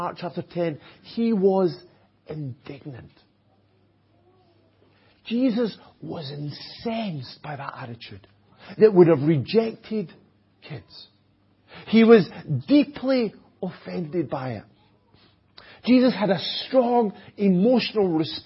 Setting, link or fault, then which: setting, large echoing room